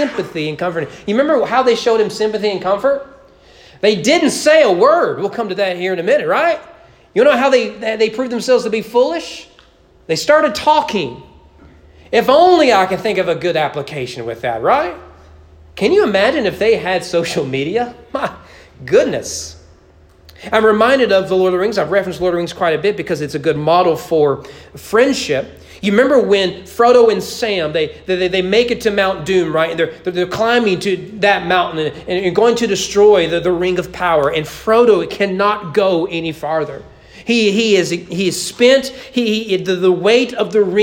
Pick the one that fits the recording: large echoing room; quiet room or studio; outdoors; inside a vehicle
large echoing room